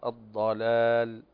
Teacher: نقول الضلا خطأ، نقرأها الضلال، نفخم الضاد ونستعلي باللسان فيها كذلك وفي إطباق